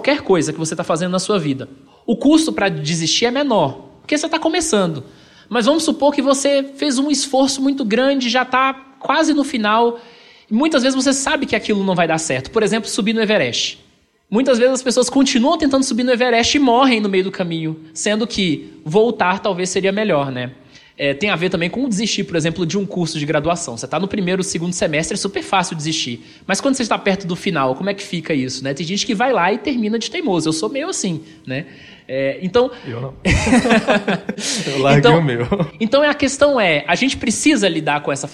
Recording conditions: live audience